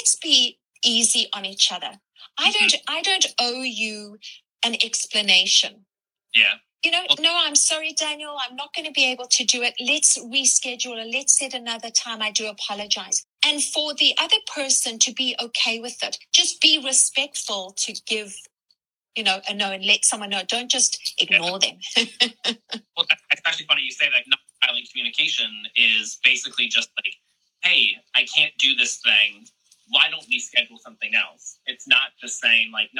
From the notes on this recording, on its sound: recording from one of our latest Instagram Lives